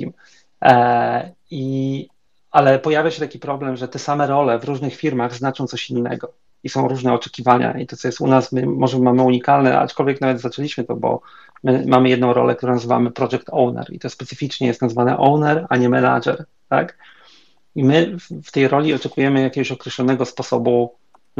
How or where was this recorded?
video call